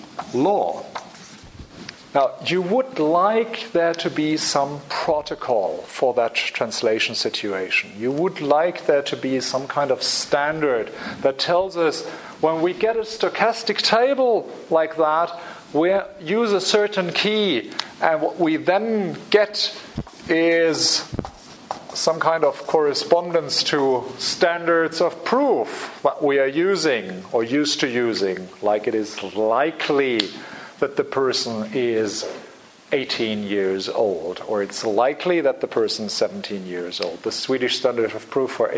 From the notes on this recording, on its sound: Public Seminar Series, Hilary term 2014. Recorded on 5 March 2014 at the Oxford Department of International Development, University of Oxford.